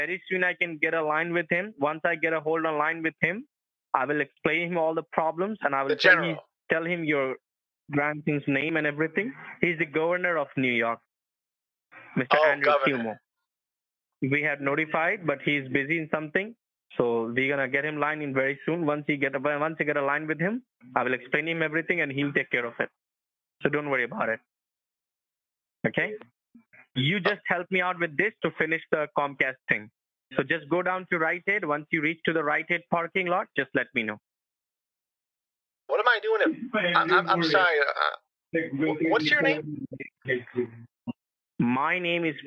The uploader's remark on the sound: on the phone with scammers claiming to work for Comcast